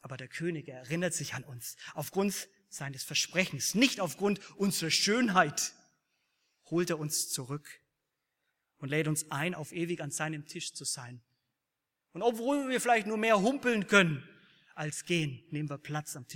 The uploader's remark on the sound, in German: aus dem Gottesdienst der Liebenzeller Mission